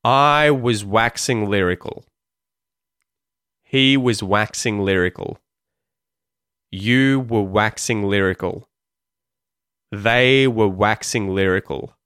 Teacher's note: we're completely reducing the vowel sound in were and was, and we're giving it the schwa vowel sound. This is because it's not the most important part of what's going on in the phrase, right?